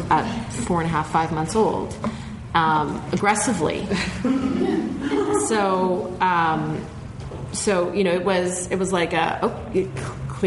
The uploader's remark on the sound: Live Show Part 1. We take live questions and answer them thorougly! There's a live audience. We are in the same room.